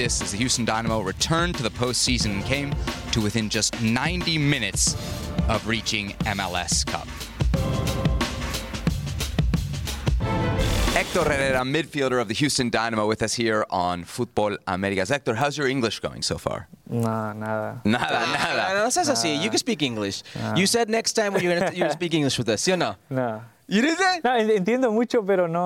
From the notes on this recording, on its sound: Live from Miami for MLS Media Day.